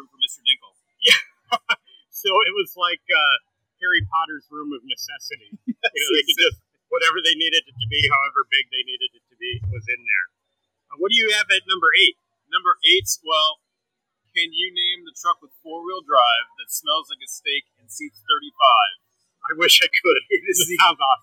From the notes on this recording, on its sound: Live from QuadCon Dubuque. Live at QuadCon Dubuque, October 2, 2022.